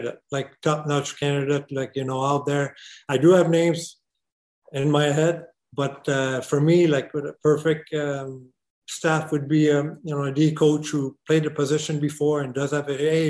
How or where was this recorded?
video call